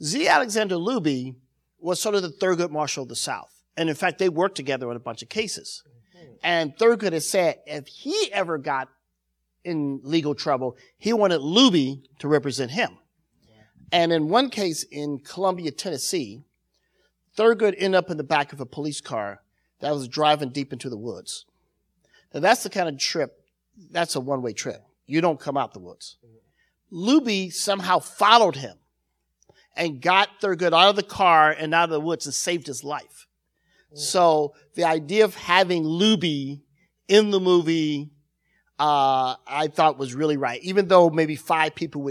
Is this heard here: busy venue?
no